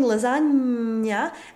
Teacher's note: The palatal N isn't made with the tip of the tongue, but with the wide, flat part of the tongue against the hard palate · IPA: ɲ